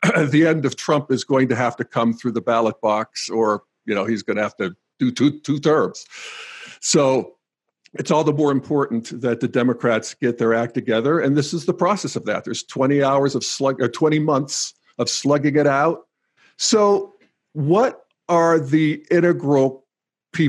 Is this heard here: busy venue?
no